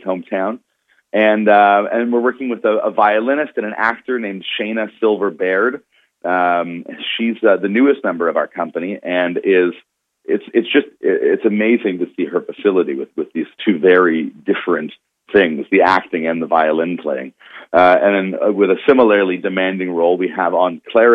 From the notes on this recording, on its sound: Speaks to Artslink on the phone.